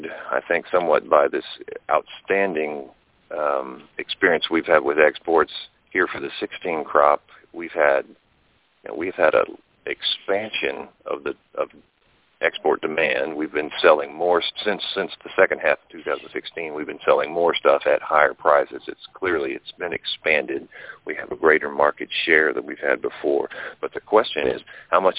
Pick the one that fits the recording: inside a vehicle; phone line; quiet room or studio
phone line